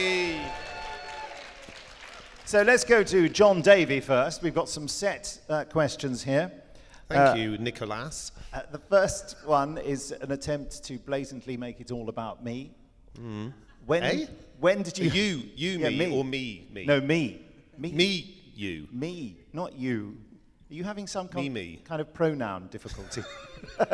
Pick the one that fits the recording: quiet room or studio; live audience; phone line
live audience